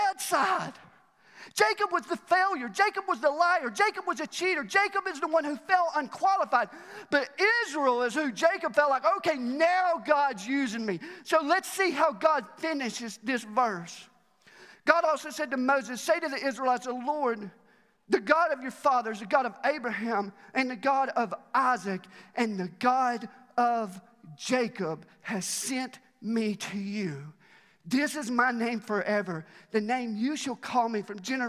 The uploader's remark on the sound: Recorded live at The Fellowship at Mt Juliet on January 3, 2021.